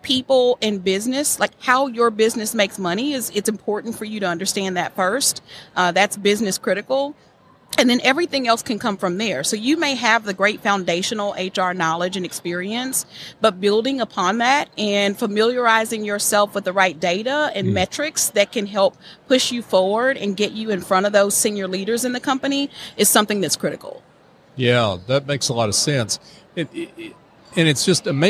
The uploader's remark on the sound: LIVE from SOAHR 2023